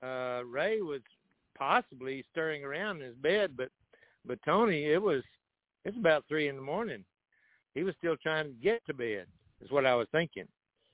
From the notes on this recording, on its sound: TNTSuperfantastic Conference Call